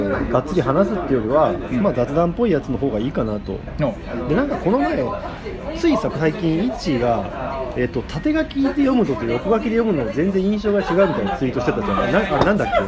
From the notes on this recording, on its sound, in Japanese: 東京出張の時にご飯を食べながら収録した雑談です。雑音でお聞き苦しいかと思いますが。